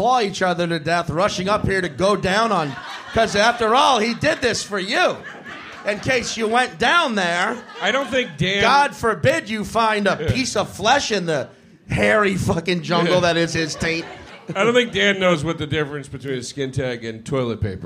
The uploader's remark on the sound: We return to The Stand Comedy Club in Manhattan for a riotously funny live panel in front of a sold-out crowd.